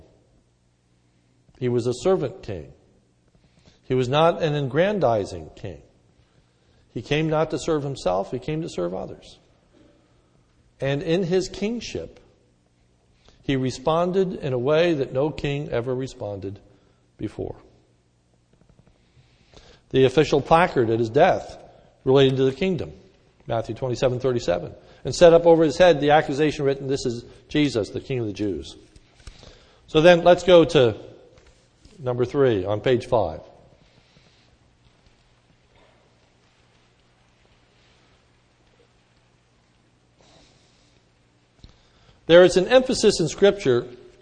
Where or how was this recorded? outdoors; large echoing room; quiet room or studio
large echoing room